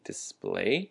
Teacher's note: the word display has the emphasis on the splay, display. That's a noun, and the word screen, screen, is also a noun with the same meaning, at least in this case.